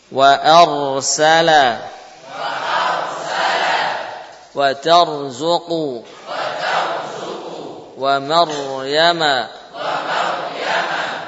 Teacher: Namun jumhur membaca dengan tebal. Berikutnya ra sukun sebelumnya fathah ini juga tebal.